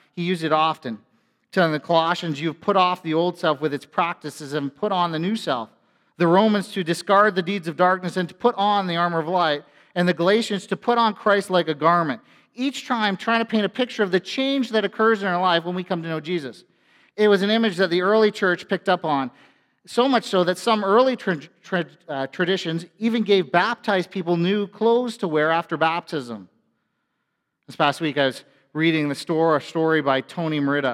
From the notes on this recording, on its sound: A sermon from FBC Church in Cobourg,